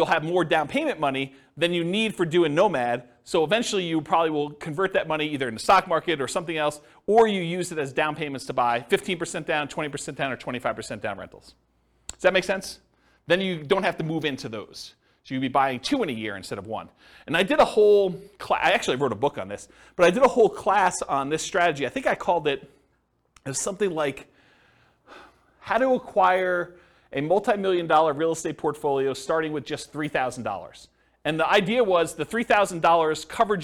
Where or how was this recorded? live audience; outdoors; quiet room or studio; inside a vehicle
live audience